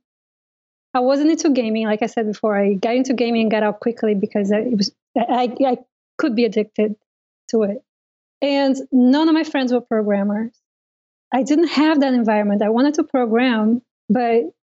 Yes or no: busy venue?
no